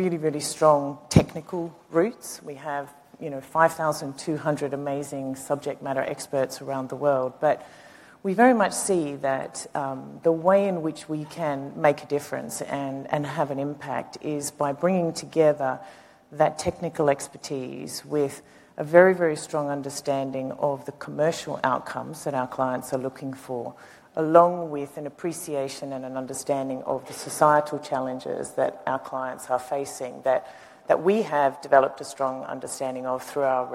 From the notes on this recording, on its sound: The best of live interviews from GreenBiz events.